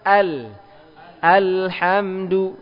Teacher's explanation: Antara rohawah dengan syiddah. Jadi suara tidak terlalu tertahan, juga tidak terlalu mengalir. Mengalir dia, cuma alirannya pertengahan. · Term: bainiyah